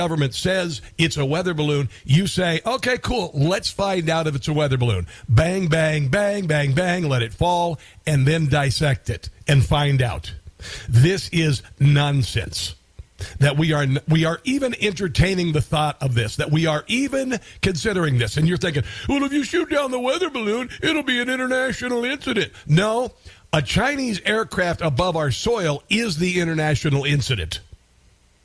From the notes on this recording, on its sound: Listeners call in Live to voice their opinions on the show.